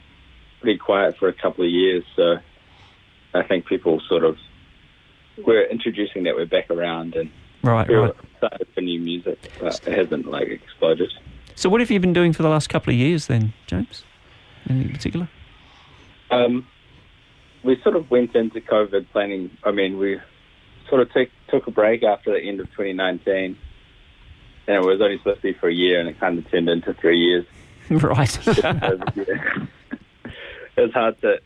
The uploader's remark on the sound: We chat on the phone to kiwi musicians